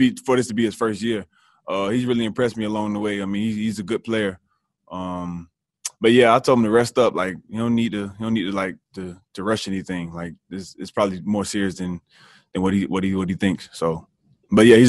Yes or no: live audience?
no